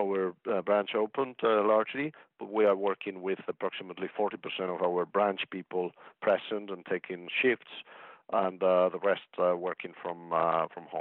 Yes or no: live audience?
no